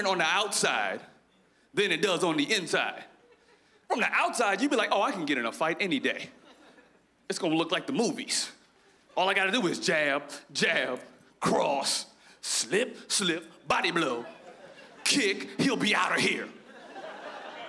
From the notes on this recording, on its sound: stand up from the Just For Laughs Festival in 2015